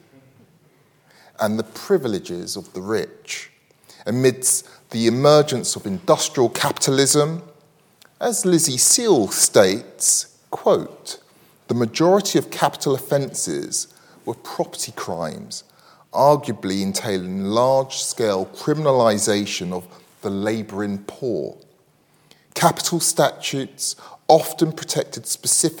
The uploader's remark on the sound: recorded on 25 May 2023 at Barnard's Inn Hall, London